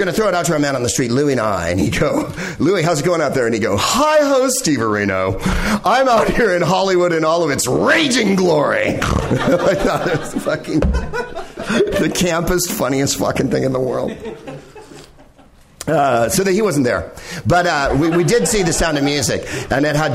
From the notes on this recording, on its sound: Live from the NerdMelt Showroom in LA.